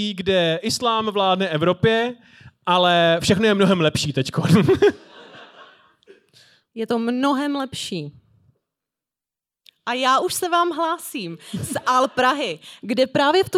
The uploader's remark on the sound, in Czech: Hodina dějepichu LIVE. Tentokrát vám přinášíme záznam z live vystoupení Hodiny dějepichu v pražském Rock Café o dobývání Vídně.